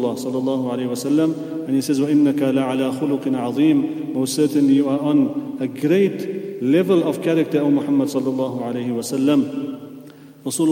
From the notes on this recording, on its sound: at the Houghton Masjid (West Street)